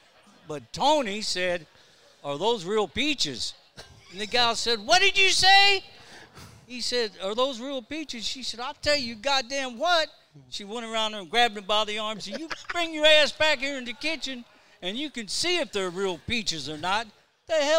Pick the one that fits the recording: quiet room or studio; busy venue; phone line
busy venue